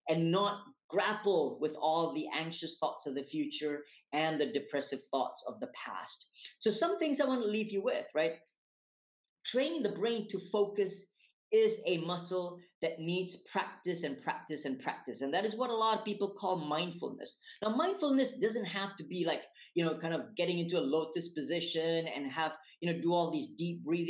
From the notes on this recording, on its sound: Recorded webinar series.